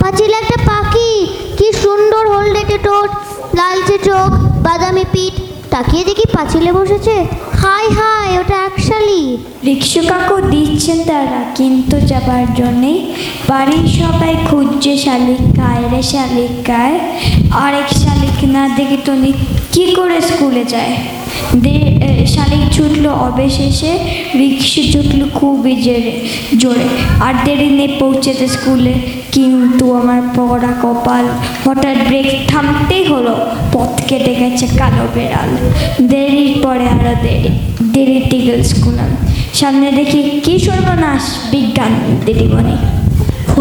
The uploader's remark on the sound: audio clippings from that stage performance